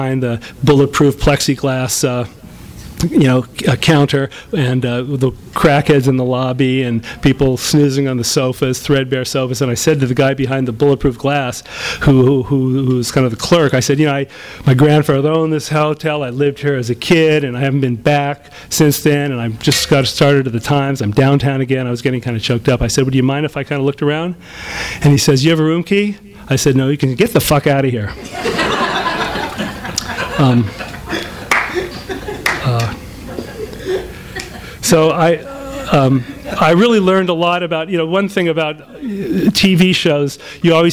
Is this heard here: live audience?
yes